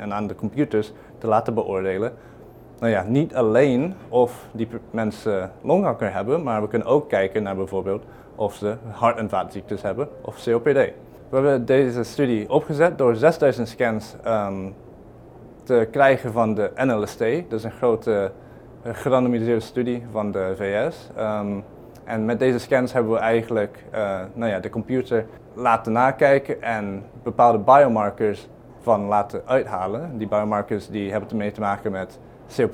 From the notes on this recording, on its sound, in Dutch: tijdens het IASLC 19th World Conference on Lung Cancer in Toronto, Canada.